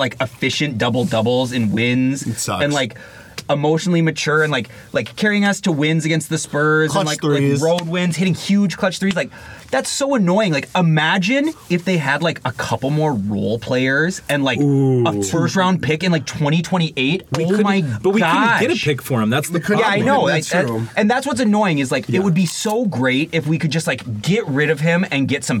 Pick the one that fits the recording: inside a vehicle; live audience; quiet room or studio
inside a vehicle